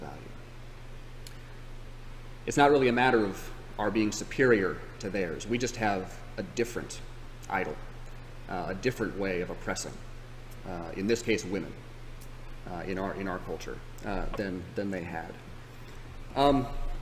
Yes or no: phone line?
no